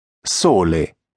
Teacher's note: La consonante S si può pronunciare sia sorda, senza cioè far vibrare le corde vocali, sia sonora, facendo vibrare le corde vocali. La S è sorda quando è all'inizio di parola ed è seguita da una vocale, esempio sole.